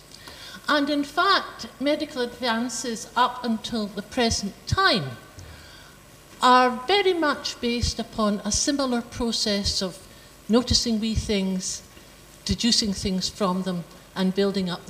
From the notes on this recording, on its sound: Recorded on 4 October 2012 in the Anatomy Lecture Theatre at the University of Edinburgh.